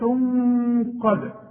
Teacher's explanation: قد الدالة اهي بنقلقلها علشان الشرط بتاعها السكون